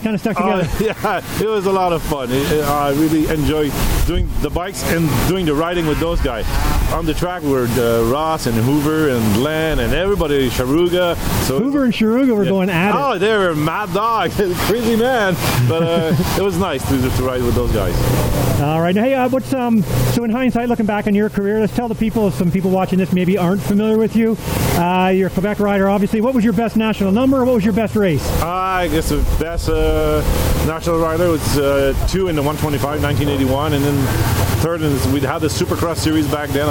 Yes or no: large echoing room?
no